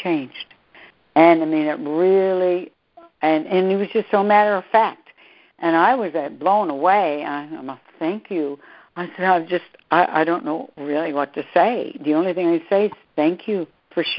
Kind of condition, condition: link, phone line